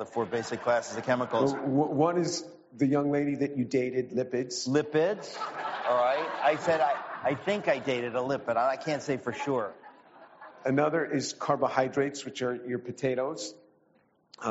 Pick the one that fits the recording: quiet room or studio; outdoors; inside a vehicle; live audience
live audience